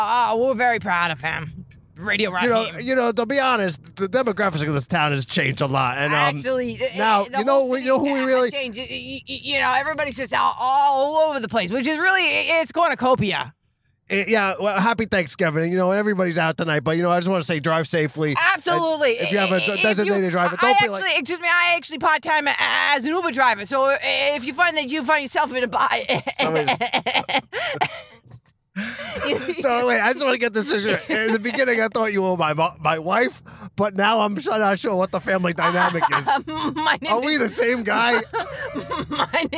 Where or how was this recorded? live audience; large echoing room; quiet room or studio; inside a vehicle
inside a vehicle